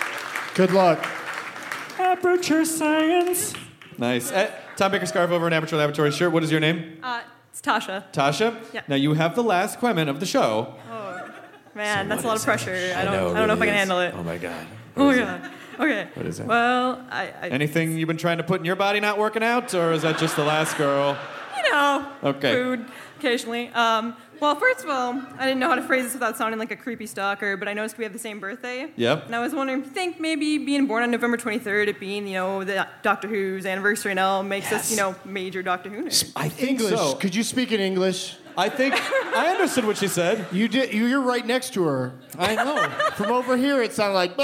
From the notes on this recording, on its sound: It's the Nerdist live from the Twin Cities!